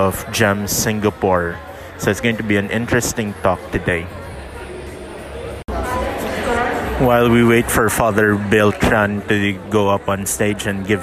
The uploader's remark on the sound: EduTech Philippines 2019. Some live recordings during the actual conference.